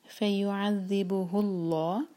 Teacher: لام جلالہ کو موٹا پڑھنا ہے، بھاری، کیونکہ اللہ تعالیٰ کے نام سے پہلے جو اس سے پہلے والا ورڈ ہے اس کے اینڈ میں دمہ ہے. سو فیعذبہ اللہ، آگے لام سے کنیکٹ کریں گے، لام پر قلقلہ نہ ہو.